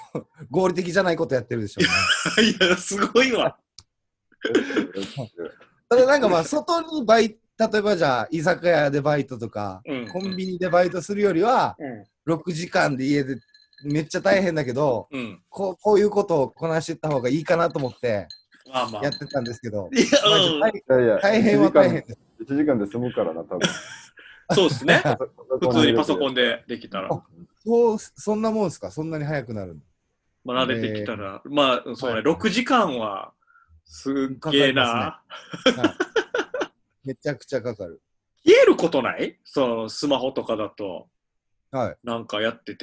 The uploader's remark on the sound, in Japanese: なかなか3人で集まれない中、このご時世らしくZOOMでステイホームしながら風を吹かせてみました。